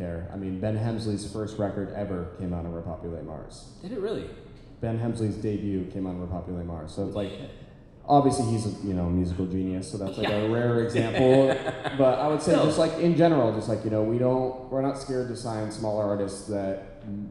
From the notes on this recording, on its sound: this was recorded LIVE with an audience in Chicago